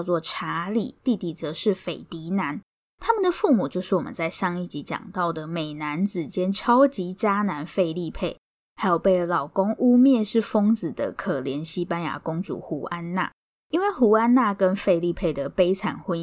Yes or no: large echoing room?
no